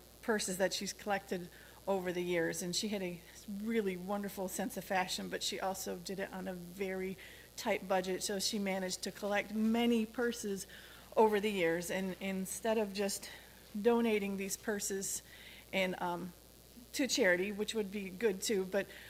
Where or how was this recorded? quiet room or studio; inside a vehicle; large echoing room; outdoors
large echoing room